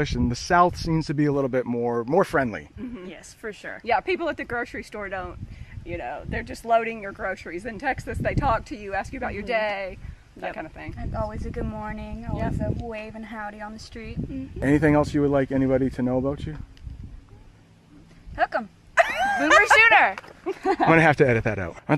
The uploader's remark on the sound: REAL ENGLISH CONVERSATION ON A HIKE UP RATTLESNAKE MOUNTAIN. You can hear how I speak and how the family from Texas speaks.